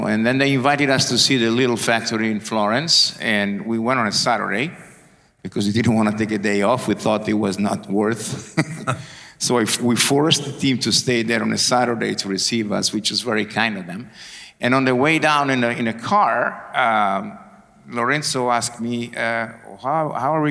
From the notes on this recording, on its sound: Recorded at the European Coffee Symposium 2023 in Barcelona. Recorded at the European Coffee Symposium 2023 in Barcelona.